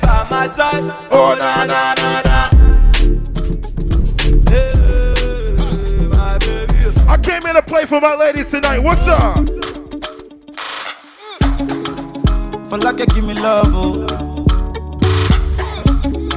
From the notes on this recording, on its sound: Live party audio! Live at Island Saturdays.